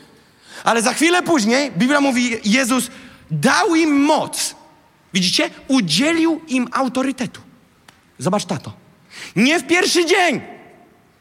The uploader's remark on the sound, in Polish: fragment kazania, które zostało nagrane podczas nabożeństwa NOF Church 5